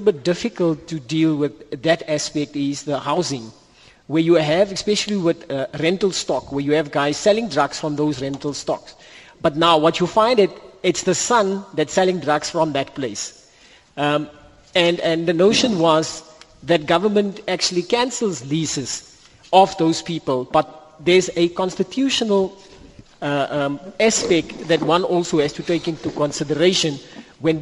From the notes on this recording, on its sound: We were broadcasting to you live from the Don Mateman Hall in Eldorado Park, Johannesburg.